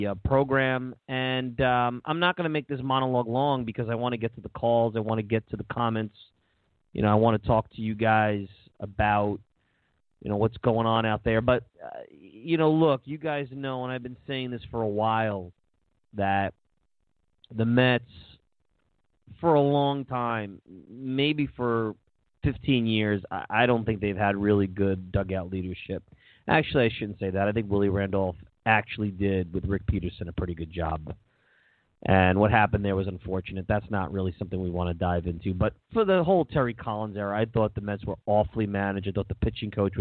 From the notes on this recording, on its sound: Pitchers & Catchers Call-In Show.